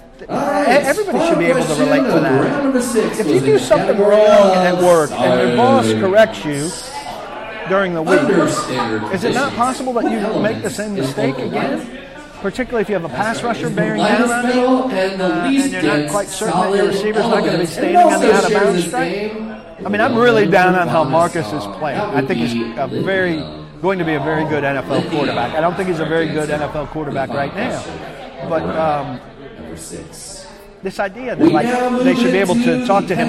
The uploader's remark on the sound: Answers questions live from Old School in Franklin.